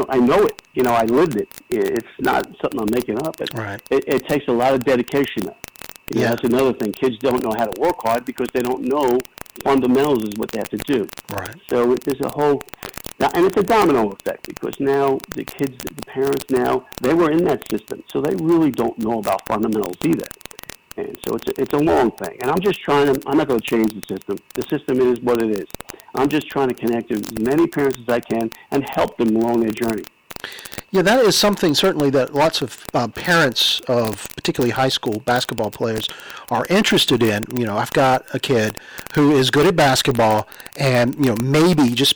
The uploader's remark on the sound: A phone interview